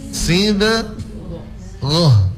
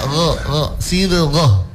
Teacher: Baru sibgoh, sibgoh, bukan gah, sibgah, bukan, tapi sibgoh. Karena memang huruf gain dinaikkan pangkal lidah.